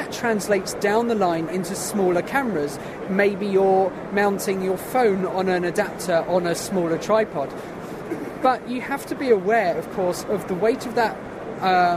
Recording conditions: busy venue